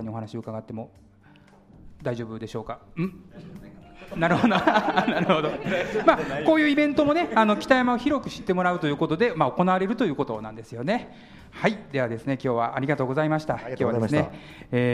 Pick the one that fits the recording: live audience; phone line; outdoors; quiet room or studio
live audience